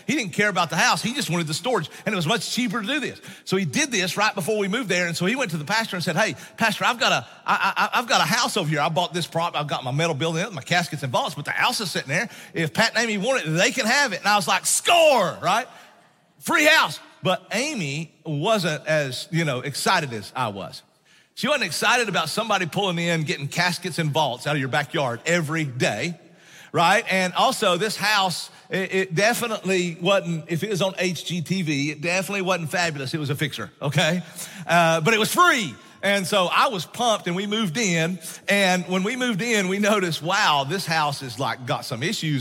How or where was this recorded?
large echoing room